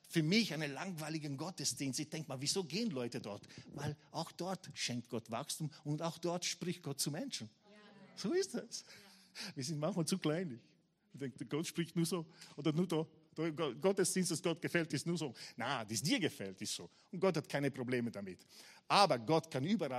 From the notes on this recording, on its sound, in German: Gottesdienst live aus der LIFE Church Wien.